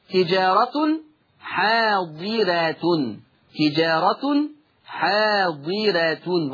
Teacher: ضم التاء فيهما ورش